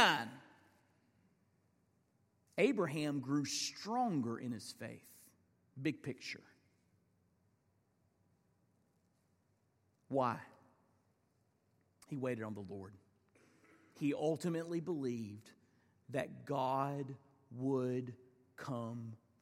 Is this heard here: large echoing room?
yes